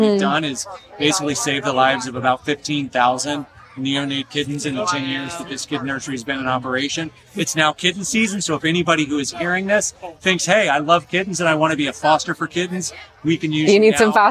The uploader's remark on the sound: In this episode I am recording on location at the San Diego Humane Society Walk for Animals.